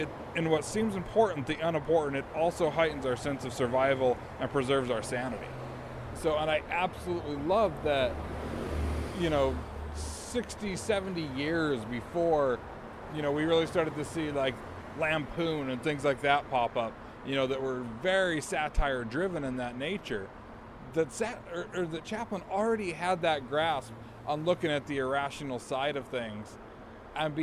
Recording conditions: outdoors